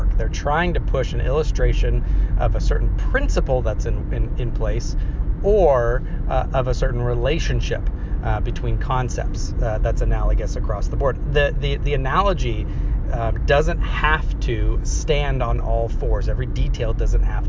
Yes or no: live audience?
no